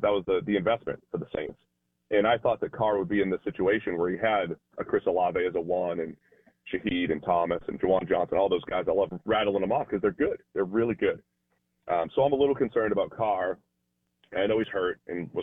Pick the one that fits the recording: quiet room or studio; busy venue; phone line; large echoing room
phone line